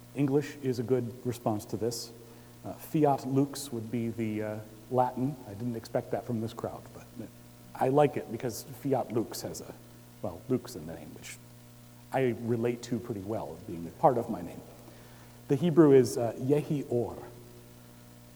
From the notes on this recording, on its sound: Recorded Christmas Eve, 2017 at Trinity Presbyterian Church in Bixby, Okla.